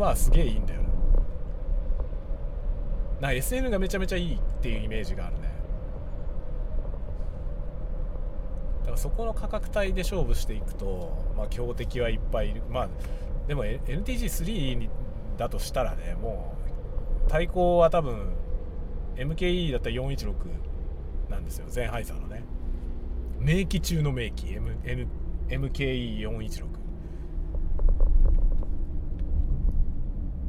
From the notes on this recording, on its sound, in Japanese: ドライブしながらAUDIXのマイクを試してみる。M1250BS というマイクを使ってのドライブ車中収録テストです。使用マイク： AUDIX M1250BS 使用レコーダ： ZOOM F6。